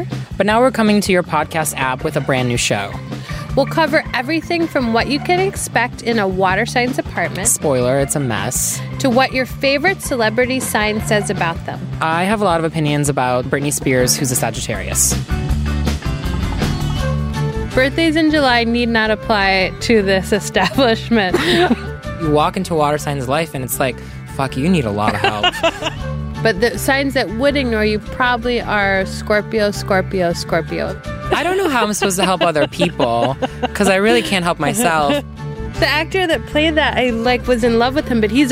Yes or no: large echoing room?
no